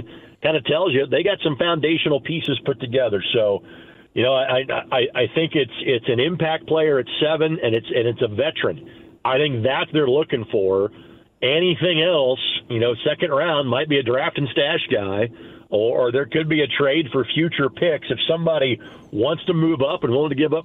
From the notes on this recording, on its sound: Opens the phone lines, and takes some calls from listeners!